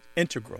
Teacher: the mathematicians and math-using scientists are more likely to say integral, with the stress on the first syllable